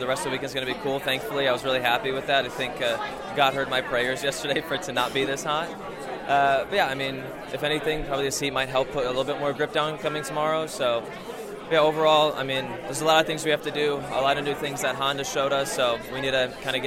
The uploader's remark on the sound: Acura Grand Prix of Long Beach Media Bullpen. The media bullpen was RIGHT next to the track, so the audio is a bit rough at points.